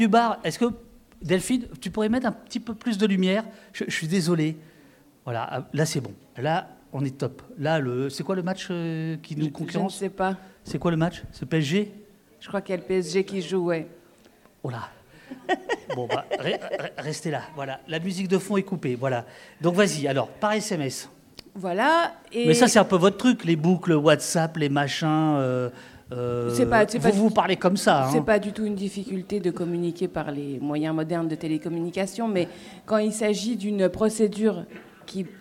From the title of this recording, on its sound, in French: AuPoste en public